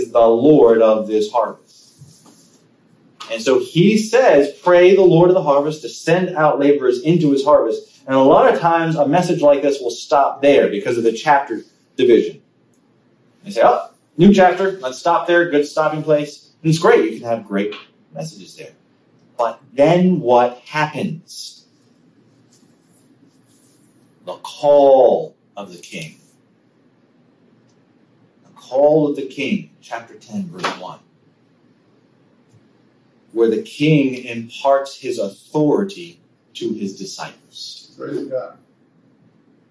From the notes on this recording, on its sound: Sermon preached on January 8, 2023 at Living Water United Brethren in Christ Church in Winchester, VA